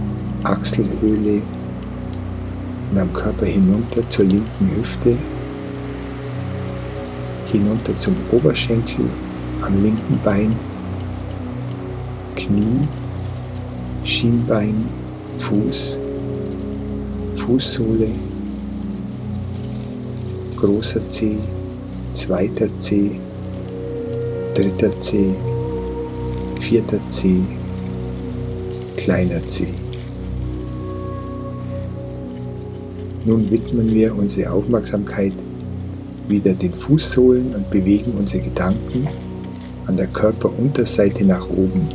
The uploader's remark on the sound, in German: In dieser Folge hörst du eine Aufnahme eines Lagerfeuers und das Rauschen eines Bergbachs. Die hochwertige Audio-Aufnahmen, die ich in Indien gemacht habe umfasst das volle hörbare Klangspektrum.